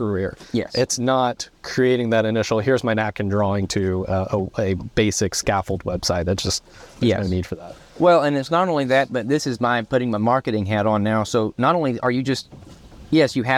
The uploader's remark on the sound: speed boat in the middle of Lake Allatoona just northwest of Atlanta, Georiga